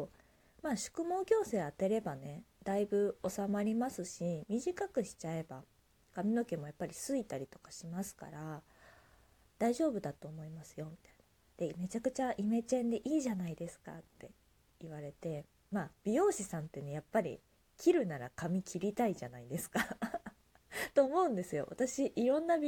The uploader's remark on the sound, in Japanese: 自宅でスマホによる収録のため様々な騒音が収録されています、ご了承ください。